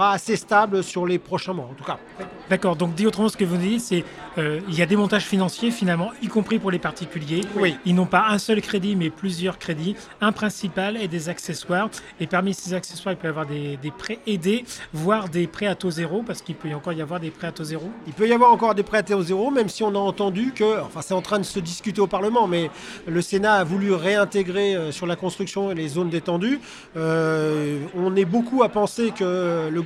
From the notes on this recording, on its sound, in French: Cet épisode a été enregistré en live lors de Immo, le congrès de la FNAIM 2023.